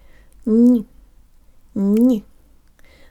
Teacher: There's almost a hint of a Y sound in it, and you can check to see if you're in the right position by actually adding the vowel E. · Term: soft N